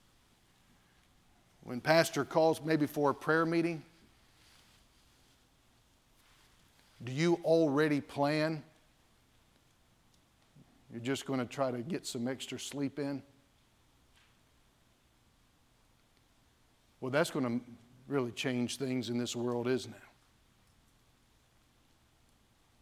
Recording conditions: large echoing room